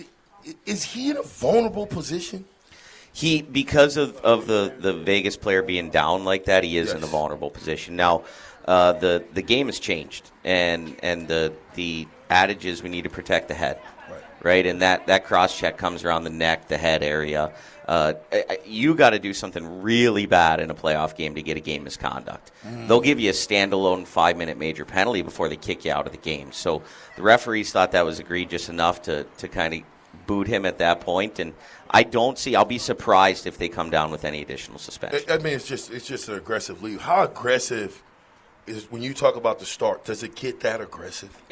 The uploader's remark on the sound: LIVE FROM CEDARS